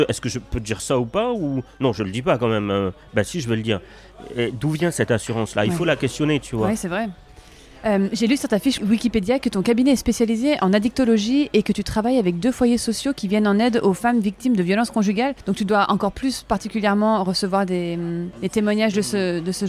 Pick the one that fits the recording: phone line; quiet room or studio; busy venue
busy venue